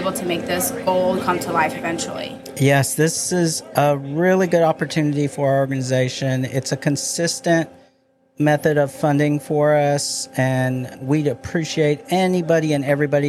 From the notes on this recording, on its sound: We take the Creatives Podcast on the road as we broadcast live aboard the USCG Cutter Morris in Galveston while HCC Volunteers help with the cleaning and restoration of this historic ship.